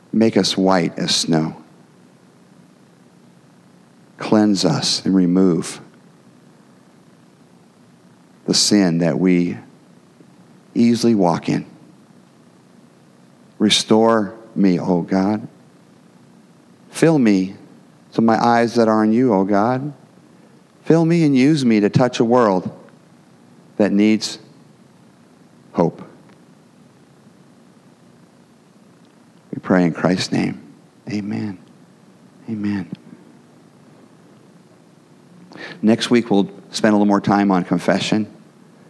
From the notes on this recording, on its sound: the gospel preached at our church on Sunday